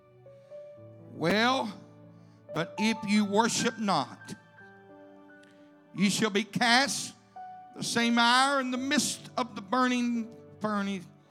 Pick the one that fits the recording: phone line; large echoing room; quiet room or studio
large echoing room